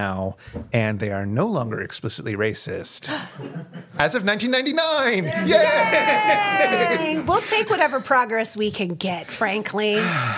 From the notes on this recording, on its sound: Live in Portland, Oregon. Live in Portland, Oregon.